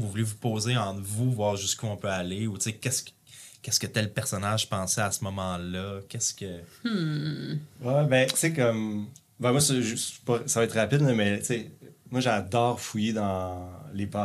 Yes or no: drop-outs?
no